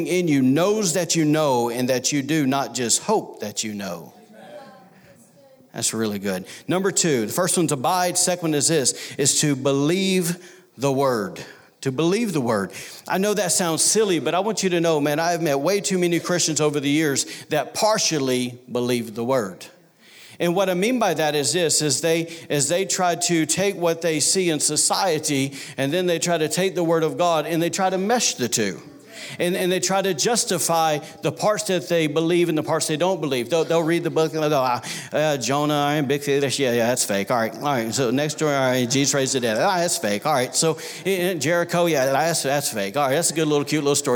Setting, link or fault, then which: setting, large echoing room